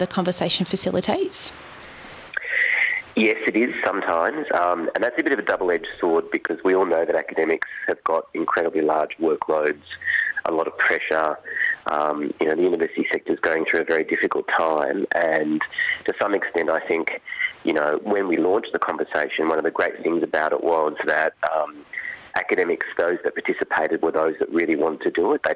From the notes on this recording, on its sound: phones